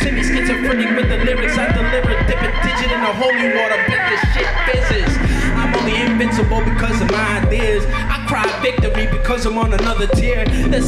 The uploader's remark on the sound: LIVE from Milkie’s (from Saturday, October 9th, 2021) with a ton of special guests, games, and other nonsense.